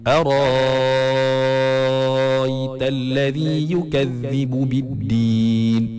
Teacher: Dia jadi macam mat lazim lah. Dia jadi mat lazim. So dia kena jadi panjang 6 harakat. · Term: ibdal